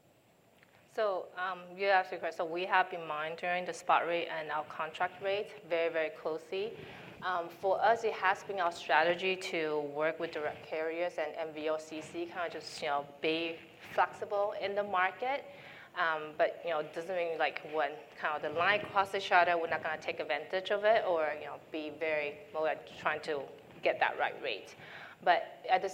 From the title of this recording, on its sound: NRF 2022 Panel Session